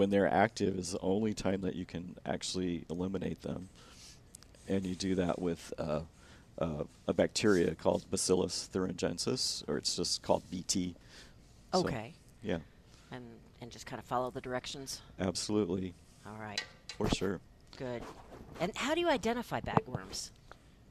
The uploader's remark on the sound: Plant Experts Live at Prairie Gardens.